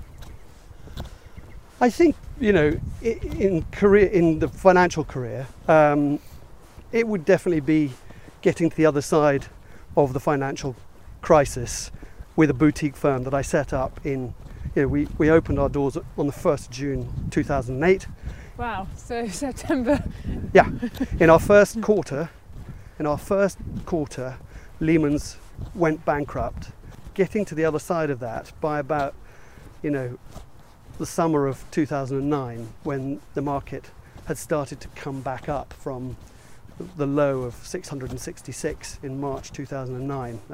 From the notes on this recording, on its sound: Walking around Ardington House in Oxfordshire